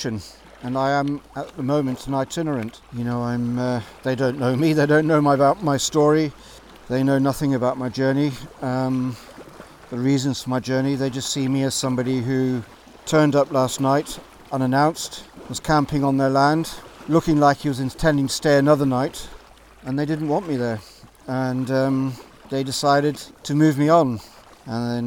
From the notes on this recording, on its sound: This episode was recorded live as I paddled out of Loch Torridon, on the north western coastline of Scotland.